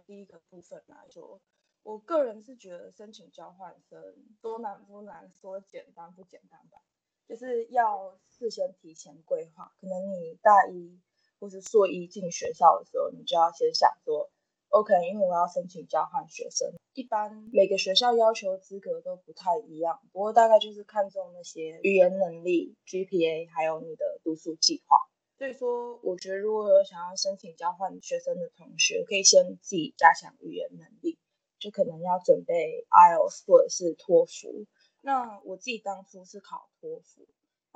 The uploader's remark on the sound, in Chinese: 本集音質比較差，建議避免使用耳機收聽